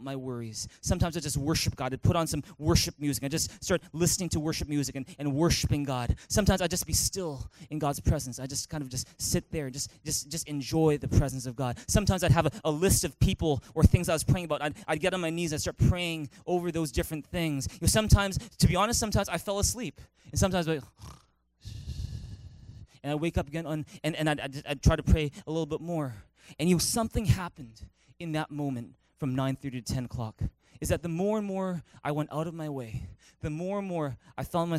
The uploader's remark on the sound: Recorded on March 4, 2018 at THRIVE Church Vancouver, Canada